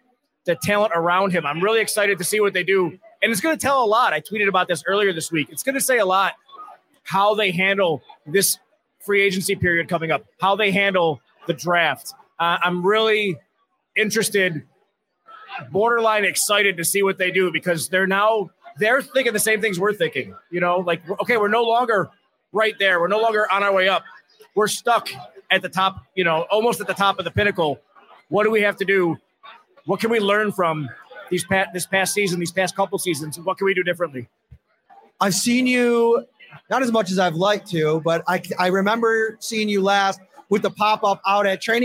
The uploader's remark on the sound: Live show from Wingnutz. Live from Wingnutz at 700 Military Rd.